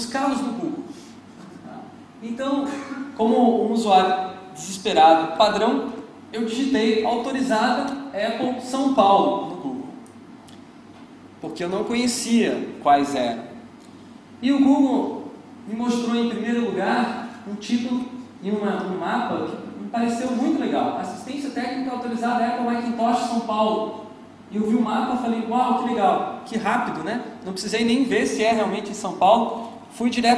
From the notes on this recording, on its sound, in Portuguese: Palestra gravada no Searchlabs 2010. Palestra gravada no Searchlabs 2010.